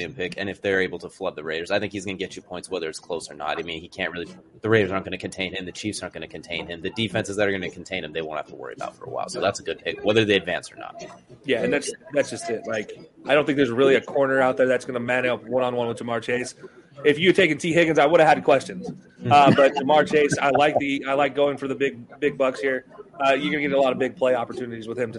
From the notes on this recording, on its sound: Live from Duffy's Sports Bar in PSL FL.